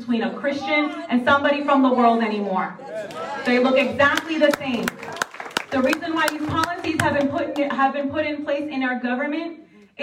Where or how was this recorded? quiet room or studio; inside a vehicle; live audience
live audience